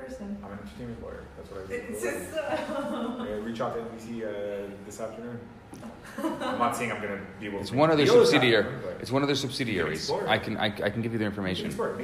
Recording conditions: live audience